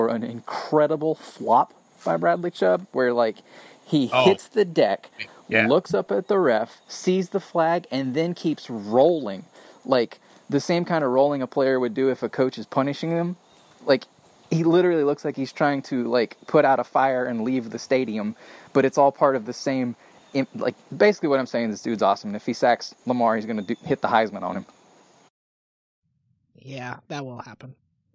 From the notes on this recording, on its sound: recording outside again